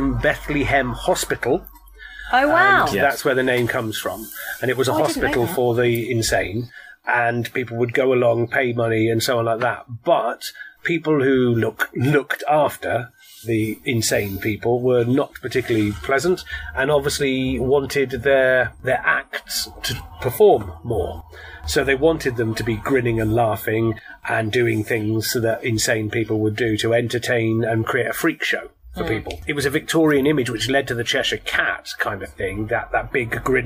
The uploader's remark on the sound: As we are recording in gardens the sound quality is not our usual Studio sound and will have added sound effects like neighbors, birds, motorbikes, and this time even a construction site.